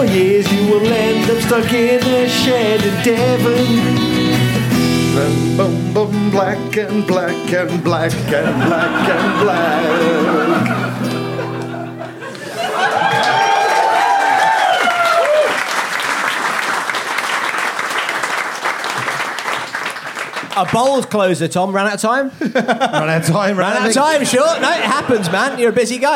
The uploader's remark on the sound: Recorded live at The Phoenix pub.